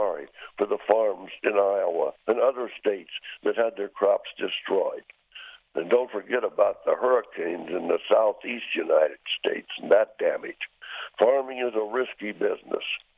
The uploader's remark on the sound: My voice will sound a little different since I am on the phone.